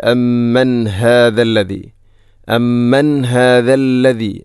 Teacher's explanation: ഹാഇൻ്റെ ശബ്ദം കൃത്യമായിരിക്കണം, തൊണ്ടയുടെ ഏറ്റവും അടിഭാഗം